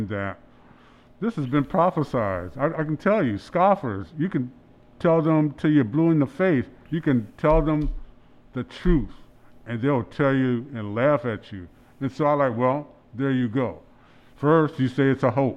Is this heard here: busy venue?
yes